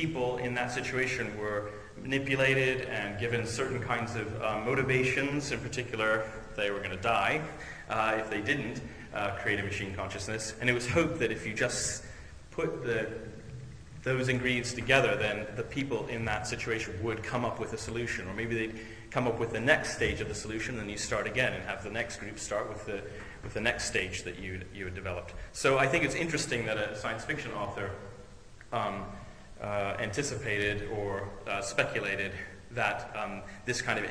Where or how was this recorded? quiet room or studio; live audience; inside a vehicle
live audience